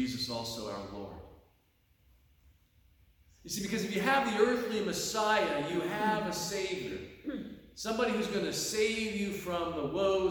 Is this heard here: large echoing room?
yes